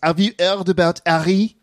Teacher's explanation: Another common feature of English spoken by French learners is the omission of the H sound at the beginning of words. This sound does not exist in French and leads to problems such as, have you heard about Harry?